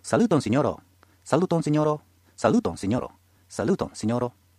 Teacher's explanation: ロは日本語のローでもまあいいですが、ロと舌先を震わせるのが綺麗に聞こえます